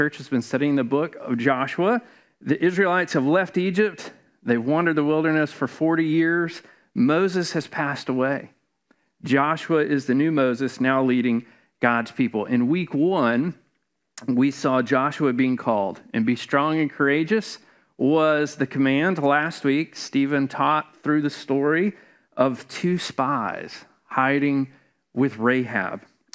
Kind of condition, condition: setting, large echoing room